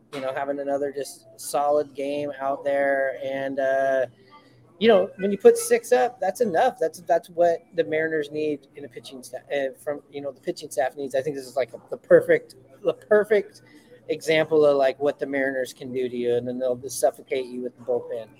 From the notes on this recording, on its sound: Live from Buckley's!